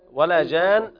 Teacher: بعد المد في نون مشددة تغني بمقدار حركتين